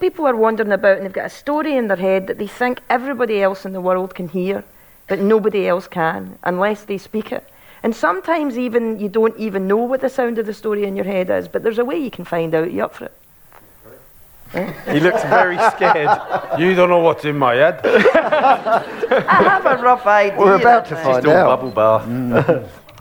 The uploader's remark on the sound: Live episodes recorded at the Edinburgh Fringe festival.